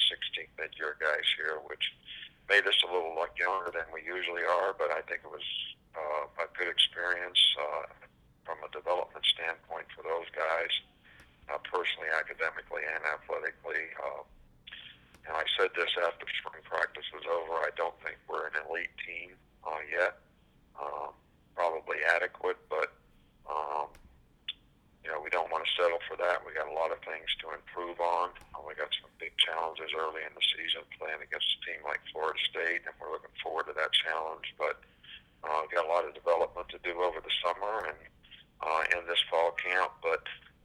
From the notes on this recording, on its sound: SEC Teleconference